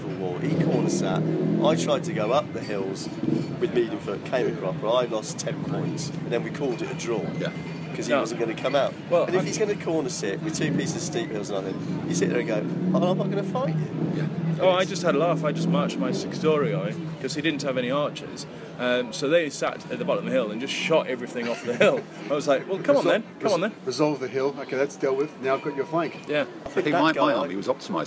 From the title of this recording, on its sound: live from the (tapas bar) table-top in Spain